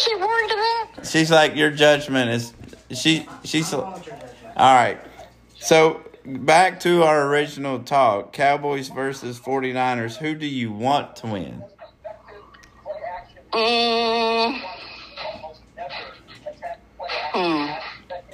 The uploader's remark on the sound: A call to mom